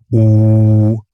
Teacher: beim U liegen die ersten beiden Formanten recht nah beieinander, also die ersten beiden Obertöne. Bei mir sind das vermutlich etwa 300 und 800 Hertz, die dann dieses U erzeugen.